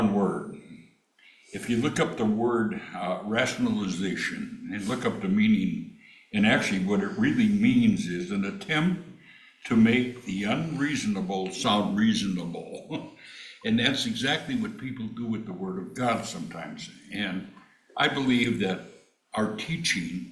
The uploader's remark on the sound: The Hiawatha Bible Chapel hosted the Panel Discussion on Hymns and the Words to the Hymns. Before we started the panel discussion, we played a short video on hymns (4-minutes long).